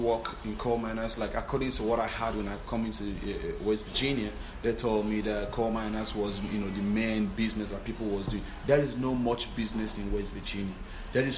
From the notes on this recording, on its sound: broadcasting live from the SKILLS USA event in Louisville, Ky.